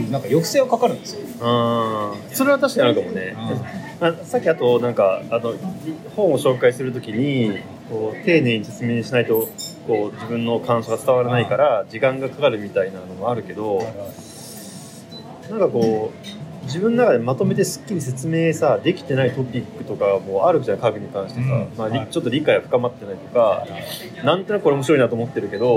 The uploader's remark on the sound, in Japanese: 11月末に札幌の喫茶店で収録した音声を配信します。